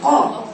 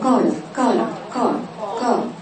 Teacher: القاف مستعلى اللسان، الكاف لا يستعلى اللسان